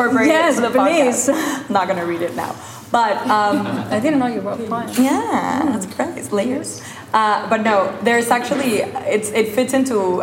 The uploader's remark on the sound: Currently on show at Faena Art Project Room in Miami, where this episode was recorded to a live audience.